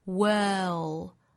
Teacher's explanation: 英音之中呢是长元音、紧元音的单元音的发音 were 之后带一个舌侧音